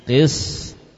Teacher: Sinnya tetap mengalir saja. Qist, baru to-nya yang memantul